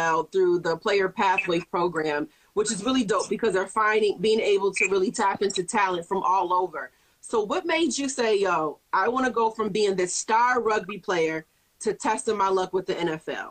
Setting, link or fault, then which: link, video call